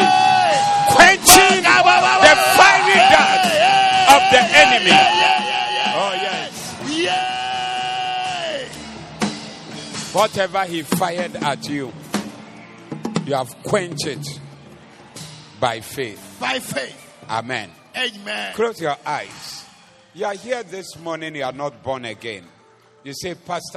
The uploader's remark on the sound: Preached at the Doxa Service